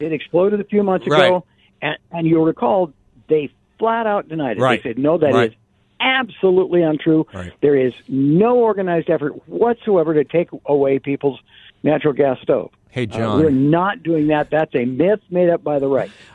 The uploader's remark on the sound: by phone